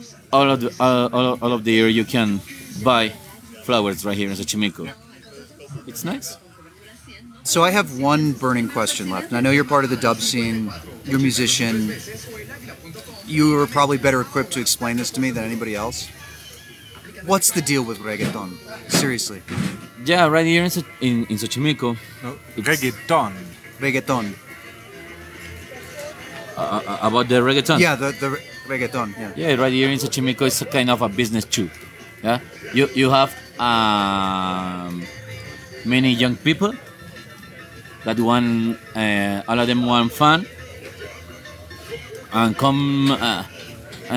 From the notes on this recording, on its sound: As you can hear from the first few seconds, this is not the typical SW2L. Recorded ON A BOAT in the "Little Venice of Mexico" where the flowers grow.